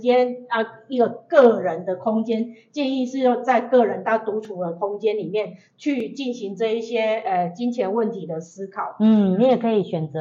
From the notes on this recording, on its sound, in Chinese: 因錄音設備問題，造成錄音品質受到影響出現雜音及干擾